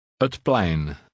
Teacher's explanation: From now on, read the first word as unstressed, pronouncing it ut. The P sounds like a cross between P and B.